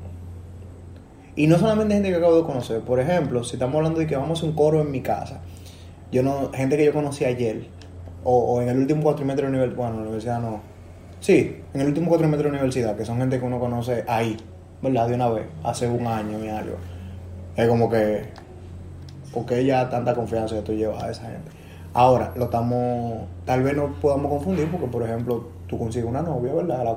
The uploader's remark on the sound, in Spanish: Primer programa de ensayo, donde grabamos con: Un celular, jugando play, en una sala, y más lejos que el diache del mismo cel.